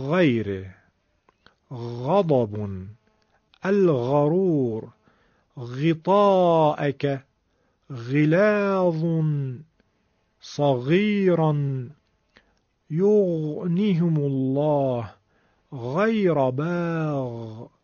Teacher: این حرف، حرف غین، از همون جایی که ما حرف خا رو بیان میکنیم تلفظ میشه، ولی صداش برخلاف حرف خا خشن نیست، بلکه نرم و کشیده و دنباله داره